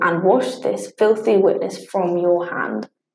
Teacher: Iambic pentameter is a line which contains 10 syllables in pairs, an unstressed syllable followed by a stressed one, with the pattern repeated 5 times in the line